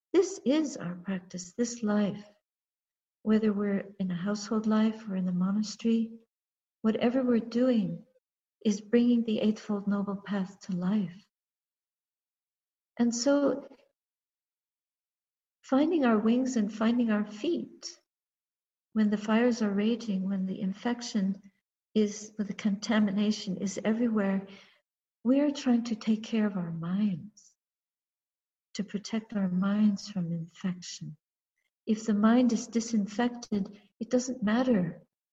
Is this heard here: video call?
yes